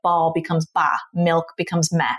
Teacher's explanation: final consonant deletion, where the last sound is dropped off of a word